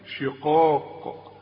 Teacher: شقاق القاف من أعلى حروف التفخيم اللي بعدها ألف شقاق، وهي مكسورة شقاق، لكن عند الوقف إيه؟